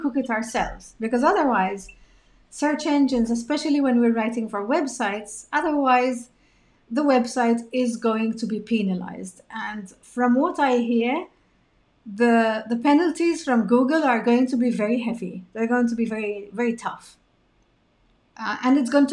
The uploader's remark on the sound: This podcast episode is an adapted version of the Live Webinar I ran a few weeks ago.